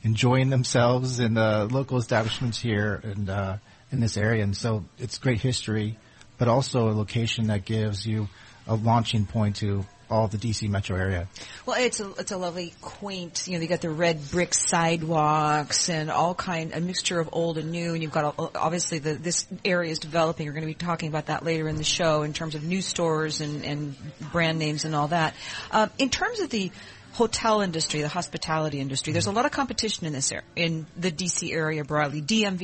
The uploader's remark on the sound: Broadcasting live from the Kimpton Morrison House Hotel in Alexandria, Virginia.